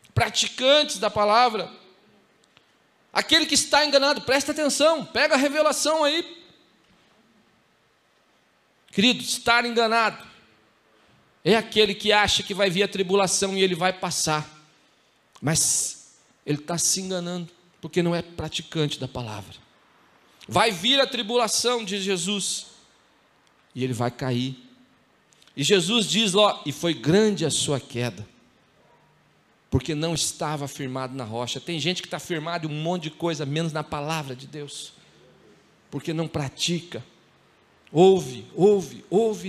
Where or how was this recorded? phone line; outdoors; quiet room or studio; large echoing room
large echoing room